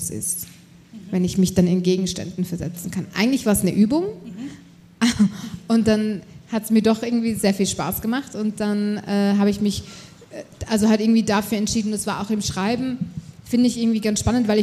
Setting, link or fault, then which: setting, busy venue